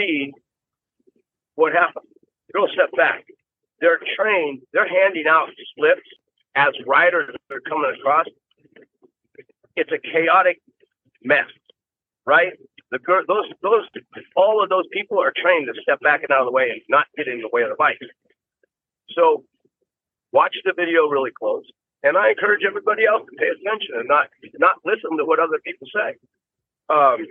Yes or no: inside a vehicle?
yes